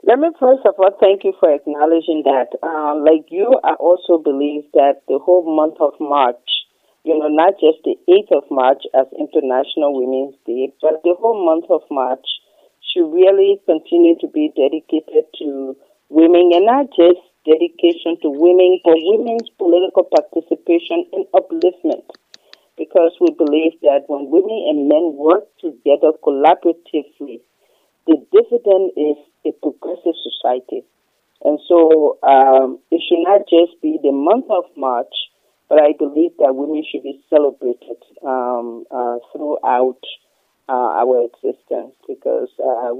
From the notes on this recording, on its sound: ABC Radio FM 105.1 on Snapper Hill, Monrovia, Liberia. Phone interview.